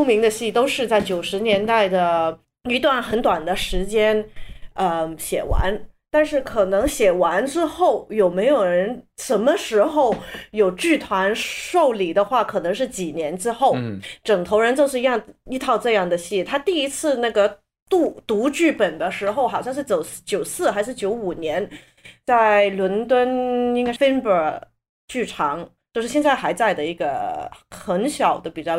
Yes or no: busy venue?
no